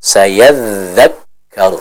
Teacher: Adapun untuk huruf kaf, dia sifatnya dengan sifat syiddah, suaranya tidak mengalir.